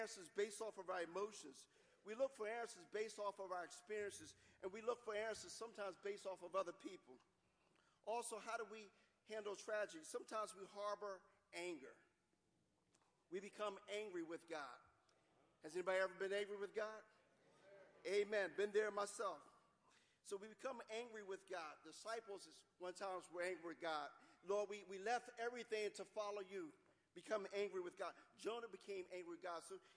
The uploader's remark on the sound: Watch Nights - New Years Eve Service 12-31-14 - Audio. Live, new years eve.